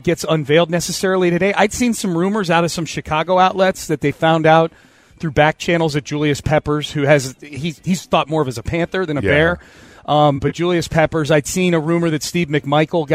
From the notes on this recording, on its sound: live at Radio Row in Las Vegas!